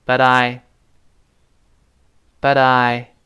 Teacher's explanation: 因为 T 前后都是元音声带震动 · Term: 浊化